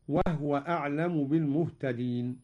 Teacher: قرأ قالون بإسكان الهاء، هكذا وهو أعلم بالمهتدين.